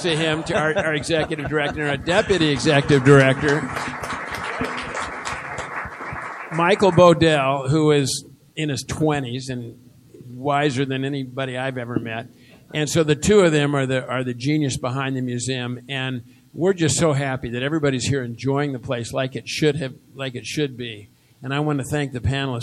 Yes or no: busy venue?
yes